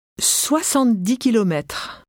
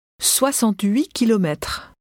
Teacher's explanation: the last sound in the numbers 10, 6, 8 will likely disappear before another consonant sound